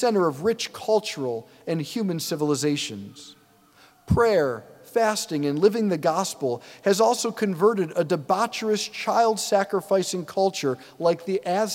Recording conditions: large echoing room